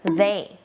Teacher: สมมุติว่าเราออกดอเด็ก doseมันจะกลายเป็น dไปเลยเนาะเพราะฉะนั้นมีสั่นนิดนึงนะคะ